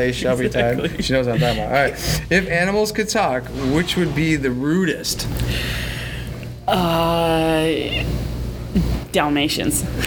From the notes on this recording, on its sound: Recorded at This Little Pig Restaurant.